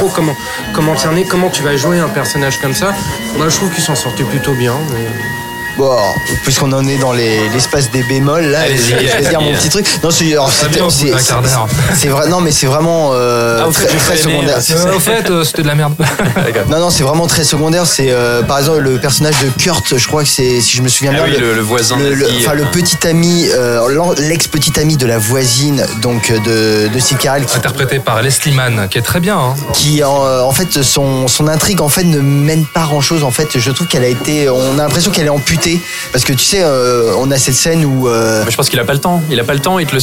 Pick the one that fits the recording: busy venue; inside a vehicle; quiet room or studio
busy venue